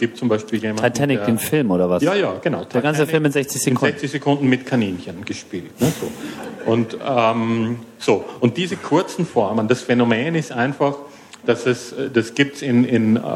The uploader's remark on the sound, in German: Ein Live-Podcast von der re:publica 08 Konferenz in Berlin.